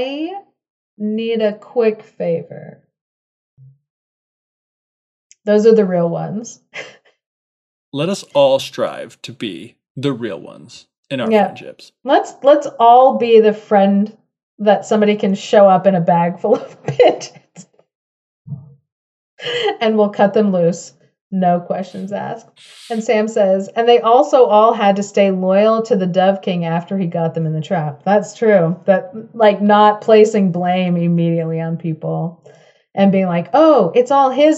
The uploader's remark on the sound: Join us for this recording of our first Fifth Friday Fable Fest of 2023.